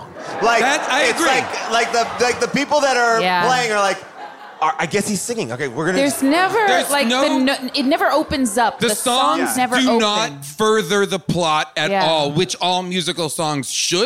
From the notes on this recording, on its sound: back LIVE at The Largo in Los Angeles